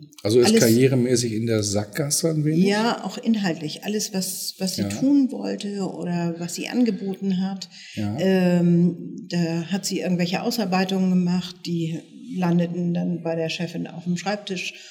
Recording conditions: busy venue